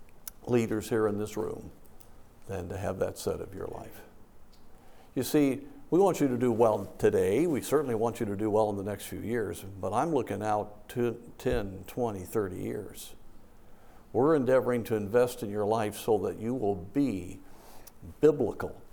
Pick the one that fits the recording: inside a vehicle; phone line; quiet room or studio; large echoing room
large echoing room